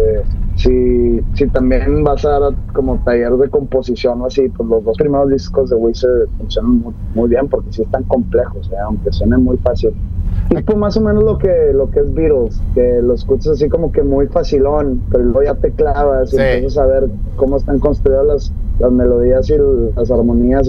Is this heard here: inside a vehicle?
yes